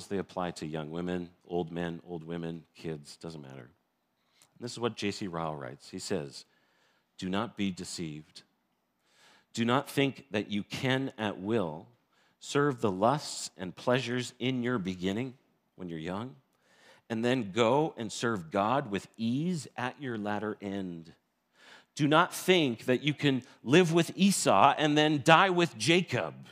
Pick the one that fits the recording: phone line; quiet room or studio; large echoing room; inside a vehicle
large echoing room